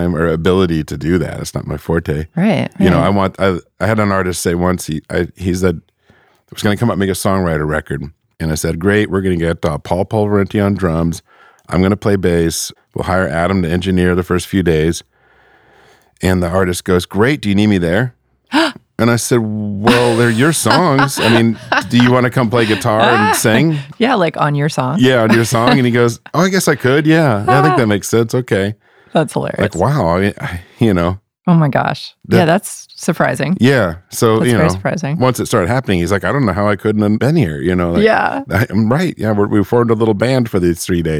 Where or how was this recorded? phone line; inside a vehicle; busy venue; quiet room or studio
quiet room or studio